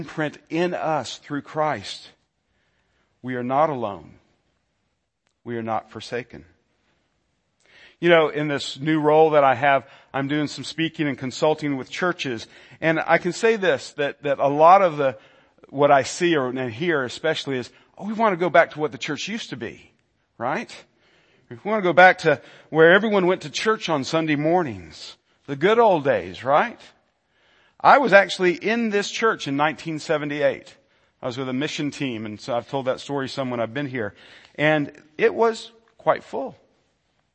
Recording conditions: large echoing room